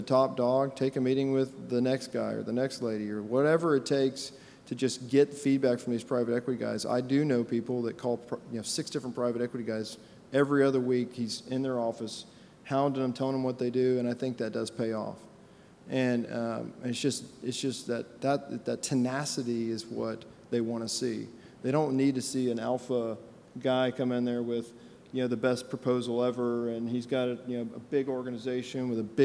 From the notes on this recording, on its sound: a panel discussion at the NAPE Business Conference